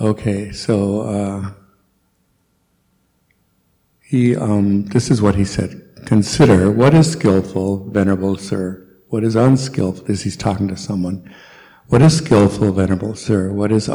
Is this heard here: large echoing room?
yes